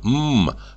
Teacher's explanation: Сначала возникает гортанное «а-а-а», затем рот заполняет звук «у-у-у», а на звуке «м-м» рот закрывается. · Term: аум